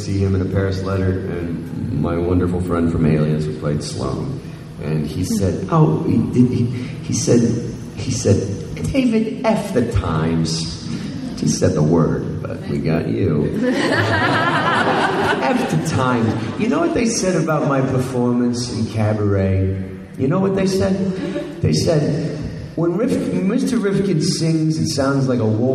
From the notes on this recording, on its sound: exclusive fan panel from Houston Comicpalooza